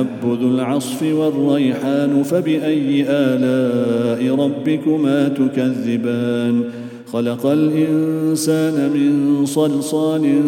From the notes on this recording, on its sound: at the Houghton Masjid (West Street)